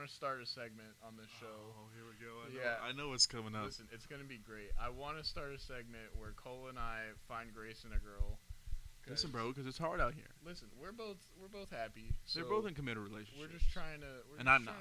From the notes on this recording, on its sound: Still working on getting the audio right, next episode should be better